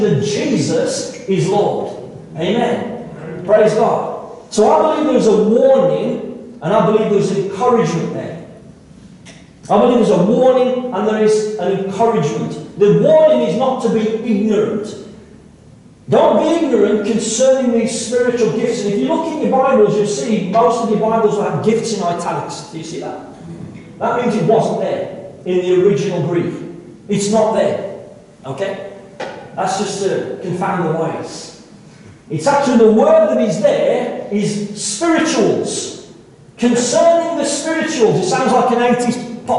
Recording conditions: poor sound quality